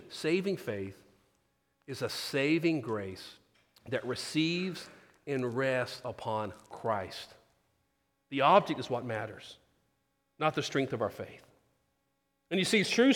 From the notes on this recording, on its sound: Sermon. Christ Presbyterian Church in Houston, TX.